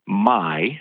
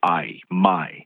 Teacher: your mouth starts in one sound, the ah, and it moves to the E. · Term: diphthong